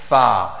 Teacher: the inner center of the bottom lip, when touching the edge of the upper central incisors, the letter Fa is pronounced from this makhraj